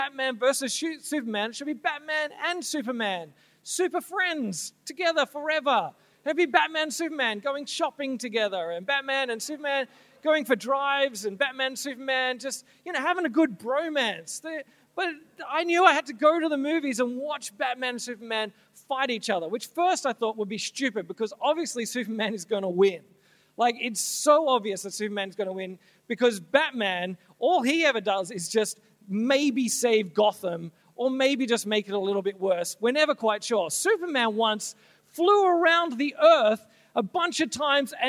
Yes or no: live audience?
yes